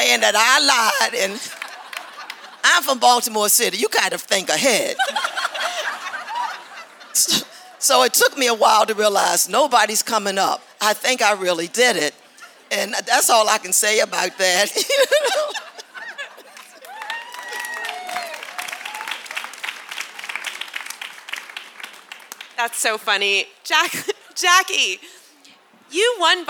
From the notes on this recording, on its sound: Live Show from the Boston Marathon. To all who attended and supported the show.